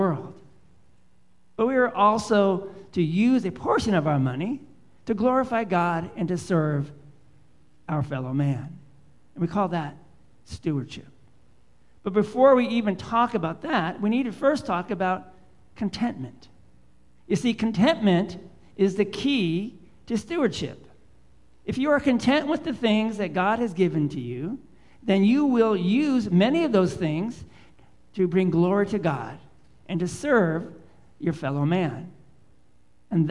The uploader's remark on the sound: Live Worship Service